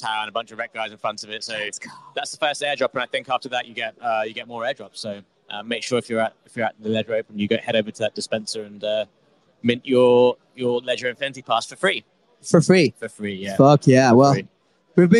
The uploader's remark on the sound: live from the Ledger open